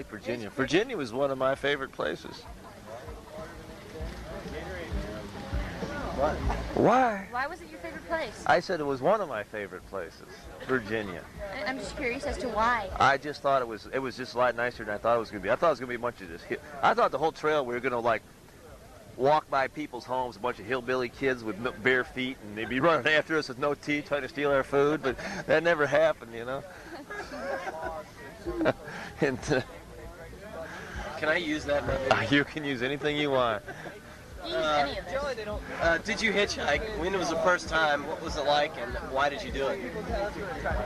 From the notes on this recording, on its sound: It was recorded at Trail Days. In Damascus, Virginia. The interview was done in a field, with a small handheld mic and cassette tape recorder. Don't expect high fidelity.